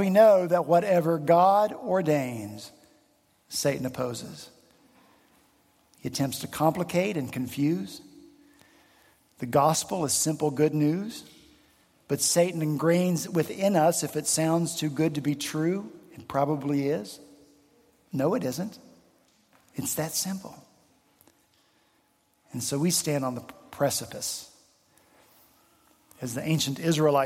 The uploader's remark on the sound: On Sunday, February 12 at Redeemer Presbyterian Church in Charleston, SC, our senior pastor followed up his sermon